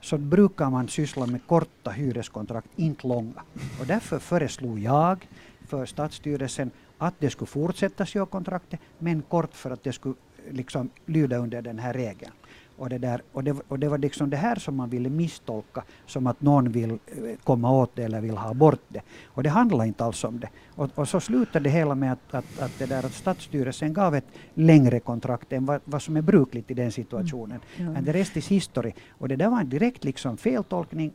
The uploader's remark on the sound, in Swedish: Sändningen sänds live från Östra hamnen i Hangö. Publik är välkommen.